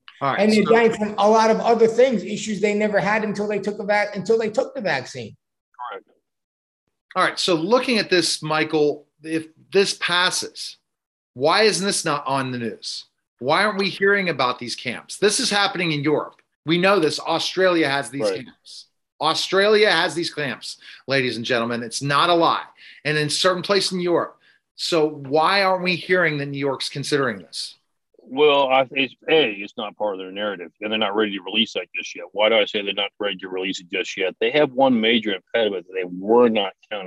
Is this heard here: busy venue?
no